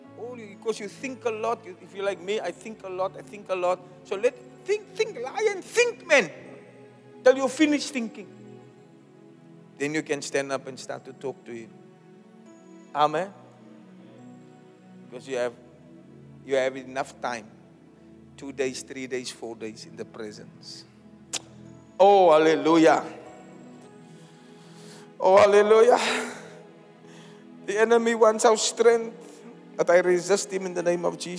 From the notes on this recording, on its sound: Preached at the Zion Sanctuary, Cape Town on the 20th August 2023